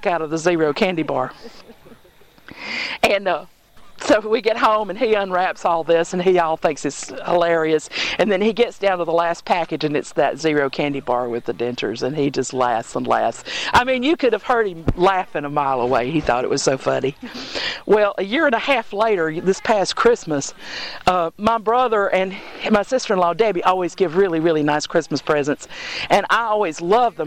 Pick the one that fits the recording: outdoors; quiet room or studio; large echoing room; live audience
outdoors